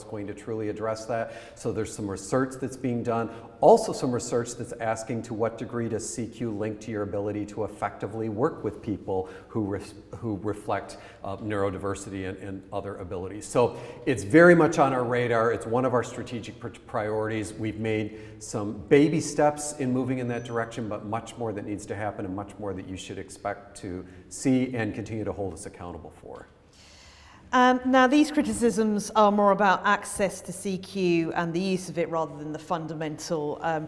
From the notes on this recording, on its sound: Our annual Inclusion Festival took the form of a dedicated radio station, broadcast live from the bookshop at the RIBA's HQ in London.